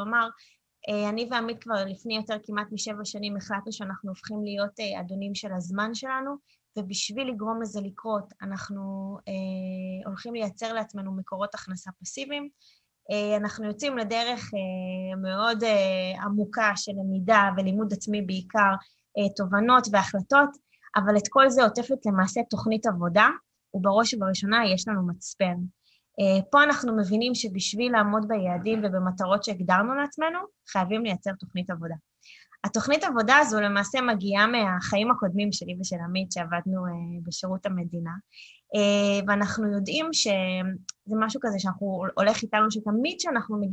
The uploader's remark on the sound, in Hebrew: הוקלט בחי בזום.